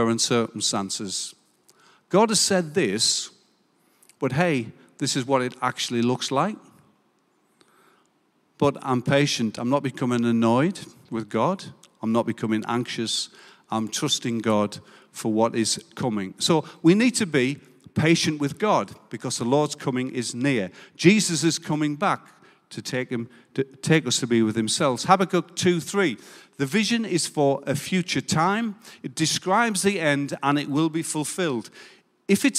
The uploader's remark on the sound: Recorded live at Life Church Lancashire 31st July 2022.